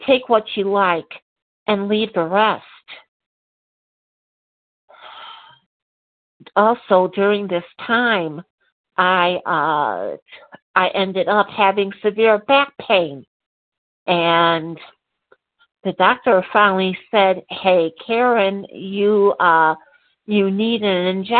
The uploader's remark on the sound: from the 100 Pounders Phone Meeting, 3/18/23